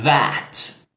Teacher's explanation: Coloca a ponta da língua e o som vai sair, ó. Vai sair como se fosse da parte de cima da língua para sair entre os dentes